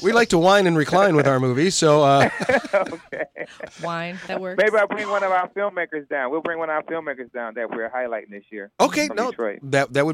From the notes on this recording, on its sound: joining the show by phone